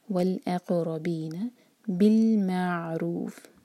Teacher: عین پر تھوڑا سا ٹائم دیں گے تاکہ یہاں پر جھٹکا نہ آئے، اور یہاں رکیں گے تو رو چار حرکہ لمبا ہوگا مد علی سکون.